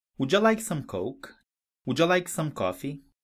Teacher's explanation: não pronunciamos cada palavra separadamente. Ou seja, não falamos would you, mas juntamos tudo e dizemos would ya.